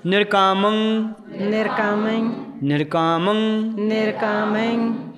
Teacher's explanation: ਅਨੁਨਾਸਕ ਅੱਖਰ ਆ ਗਿਆ ਨਾ ਮੰਮੇ ਟਿੱਪੀ ਨਾਸਾਂ 'ਚ ਬੋਲੂ